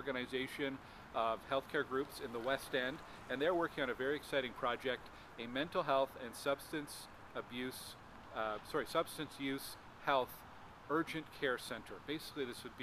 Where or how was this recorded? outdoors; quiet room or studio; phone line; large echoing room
outdoors